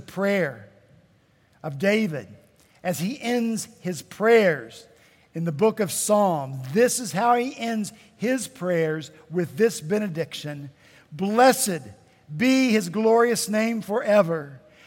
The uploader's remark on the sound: At Redeemer Presbyterian Church in Charleston, SC